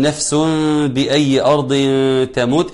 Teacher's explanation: وما تدري نفس بأي أرض تموت، إقلاب، هيقلب التنوين إلى ميم، وبعدين ميم يبقى حكمها الإخفاء